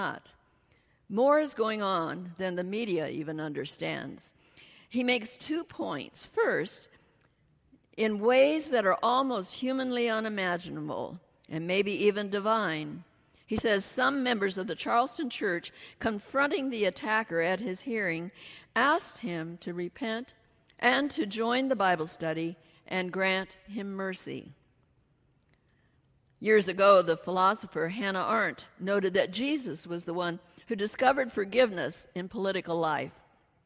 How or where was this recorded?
large echoing room